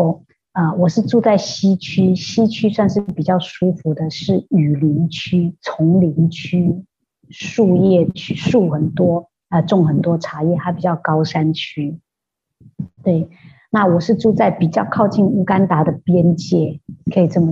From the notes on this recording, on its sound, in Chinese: 對不起，這集的收音有點差，請大家見諒～。